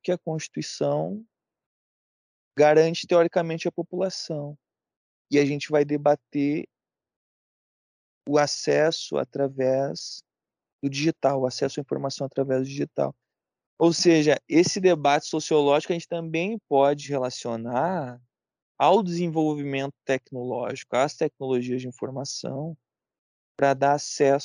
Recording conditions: video call